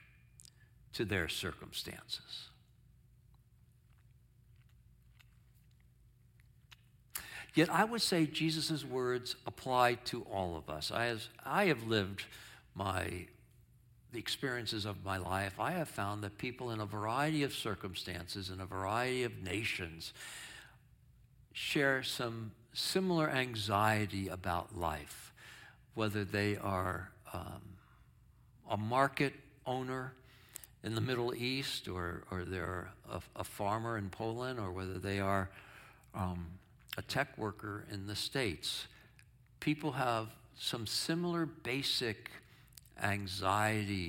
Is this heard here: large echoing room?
yes